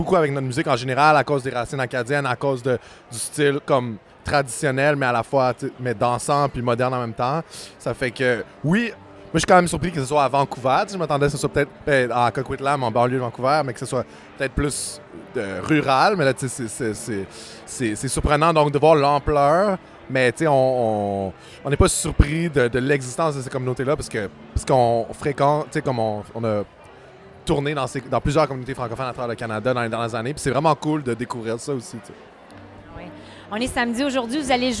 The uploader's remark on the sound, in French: Festival du Bois : l’expérience sonore. Toute l'équipe du balado étaient au Festival du Bois.